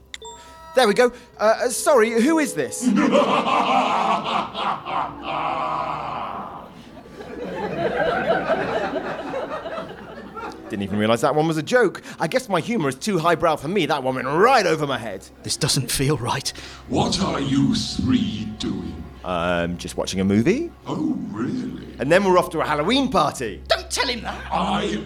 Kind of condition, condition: setting, live audience